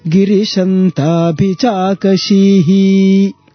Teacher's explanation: Because here, when you see the script, Girishanta Bhichakashihi, it's not ending with the visarga, but specifically it is ha. Ha becoming he.